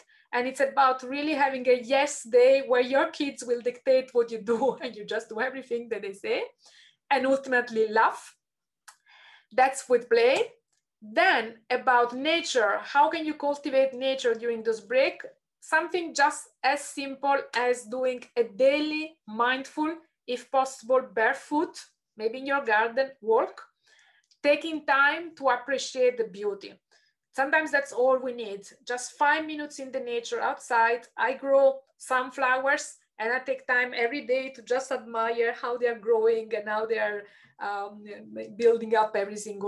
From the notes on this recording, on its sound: An edited extract of a live webinar recorded in July 2021, with participants answering questions in Slido (hence you may hear this referenced in the audio).